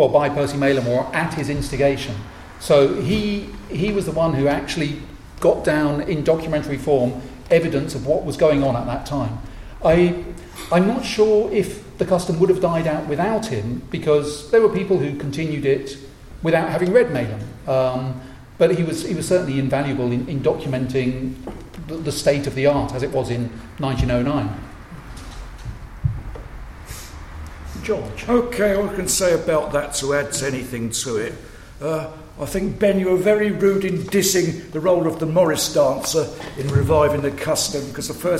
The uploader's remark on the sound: The Folklore Podcast presents a recording of a panel discussion hosted at Maidstone Museum. This panel was presented as part of a museum exhibition entitled "Animal Guising and the Kentish Hooden Horse". The recording was provided for broadcast by Maidstone Museum.